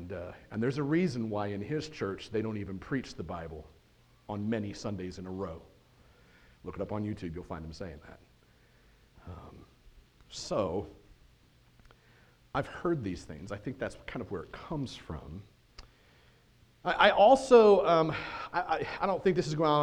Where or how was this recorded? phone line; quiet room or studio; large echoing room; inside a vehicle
large echoing room